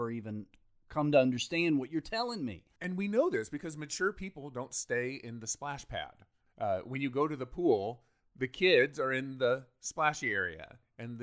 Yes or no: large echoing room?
no